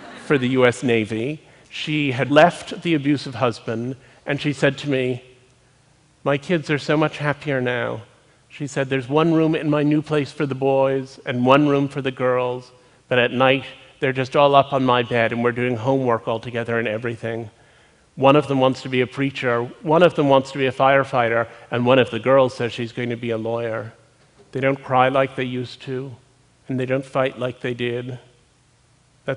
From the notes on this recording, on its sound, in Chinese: 录制于 TEDxMet.